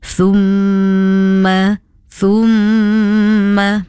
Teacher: Hanya perlulah dibaca dengan dengung selama dua harokat. Okey, suara dengung ya mestilah jelas dan tidak terlalu pendek. · Term: gunnah